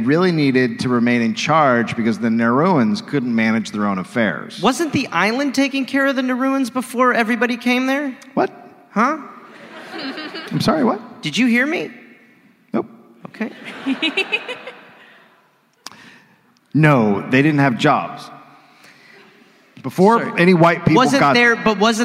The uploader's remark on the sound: Live in Adelaide